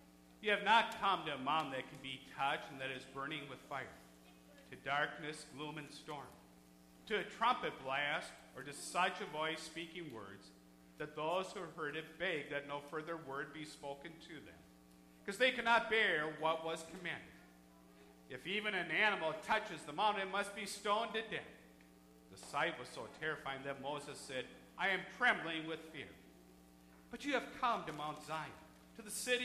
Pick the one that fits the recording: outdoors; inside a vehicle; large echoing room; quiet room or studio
large echoing room